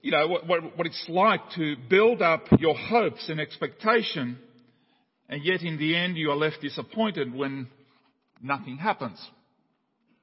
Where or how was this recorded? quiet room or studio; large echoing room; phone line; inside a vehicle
large echoing room